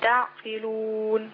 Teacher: القاف مكسورة بتاخد أدنى درجات التفخيم